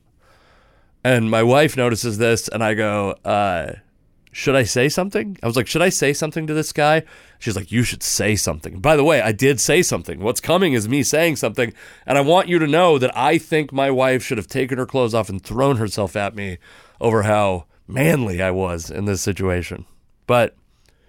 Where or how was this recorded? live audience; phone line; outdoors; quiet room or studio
quiet room or studio